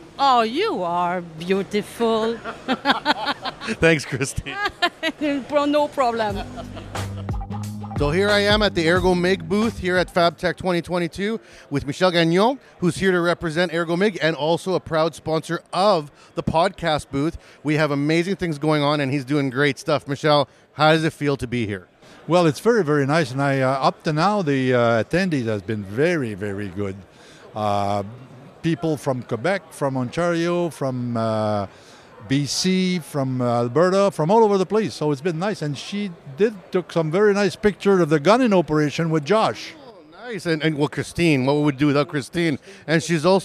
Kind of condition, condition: setting, busy venue